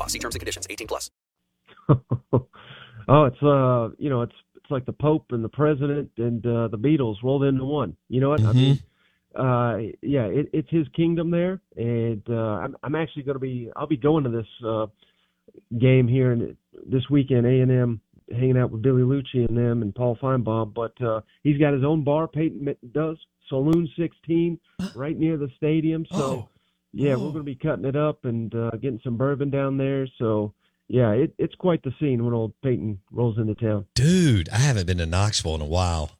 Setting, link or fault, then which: link, phone line